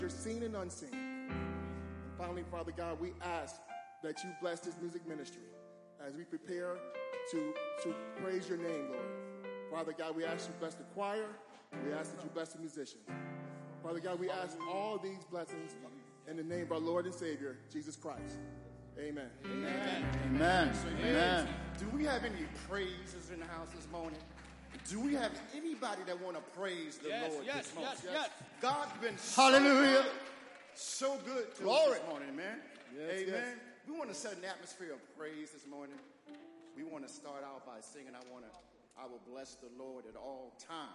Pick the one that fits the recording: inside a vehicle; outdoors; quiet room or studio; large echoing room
large echoing room